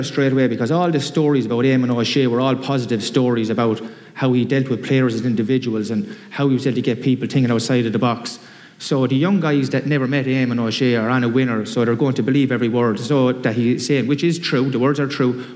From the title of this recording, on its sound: The GAA hour live from Thurles